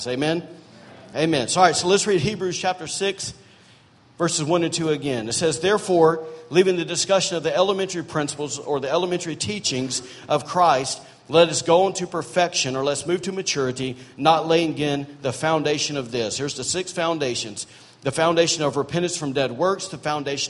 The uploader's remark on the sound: during Sunday morning service at Celebration Life Family Church